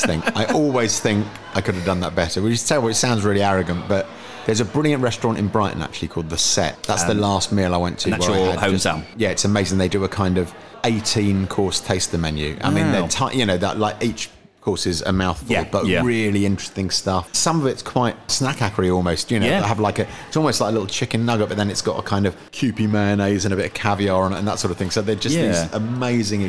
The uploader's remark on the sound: out and about in Edinburgh